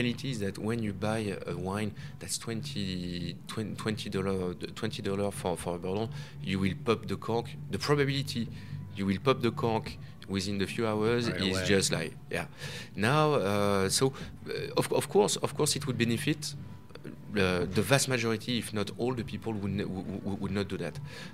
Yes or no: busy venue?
yes